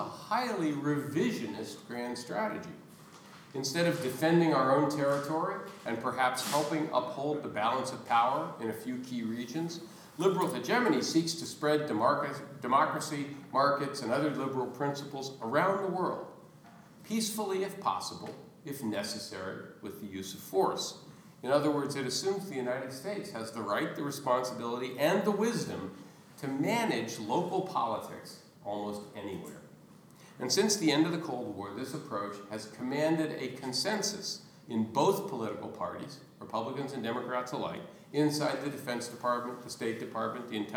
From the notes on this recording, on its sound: gives a guest lecture to the Oxford International Relations Society